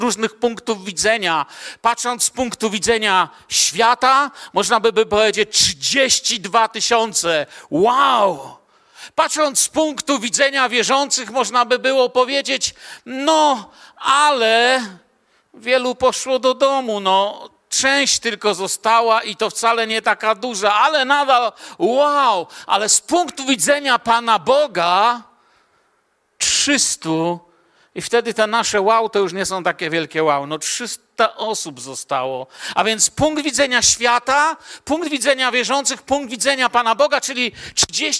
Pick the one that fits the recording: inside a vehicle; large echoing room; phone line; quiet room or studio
large echoing room